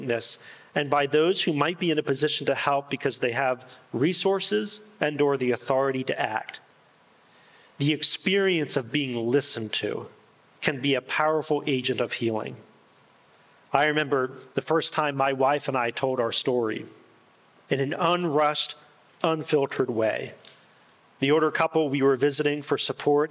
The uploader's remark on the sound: In this insightful and pastoral talk at the Restore Conference.